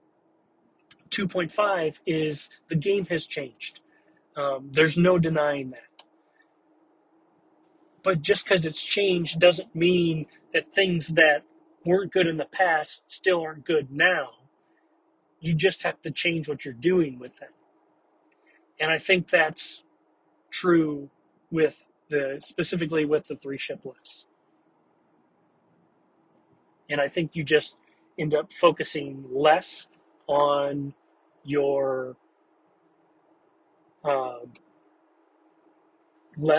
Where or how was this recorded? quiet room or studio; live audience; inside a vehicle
inside a vehicle